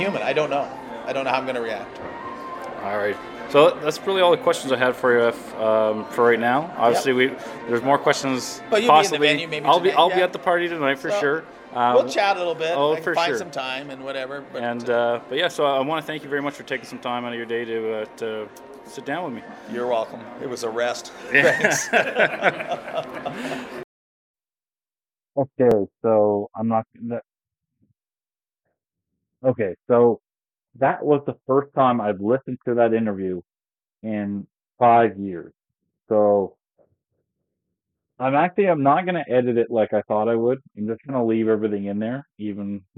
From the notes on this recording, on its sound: This was recorded in a hotel lobby the afternoon of the naming of the Atlantic Schooners with SSE back in 2018.